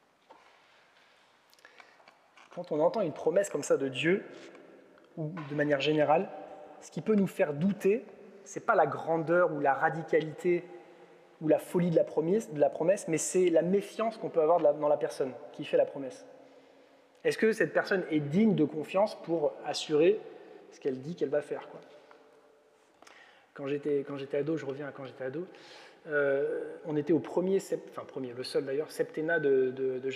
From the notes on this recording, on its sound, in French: Enregistré à l'église CVV, le 12/06/2022